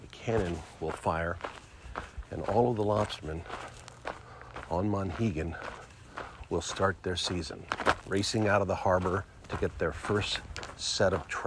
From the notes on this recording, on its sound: Trap Day Monhegan Island Maine 2022. Listen in to the voices of the island and sounds of Trap Day!